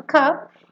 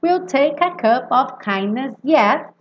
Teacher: esse of, sempre com som de V